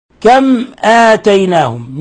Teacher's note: ميم ساكنة جاء بعدها الهمزة الحكم التجويدي إظهار شفوي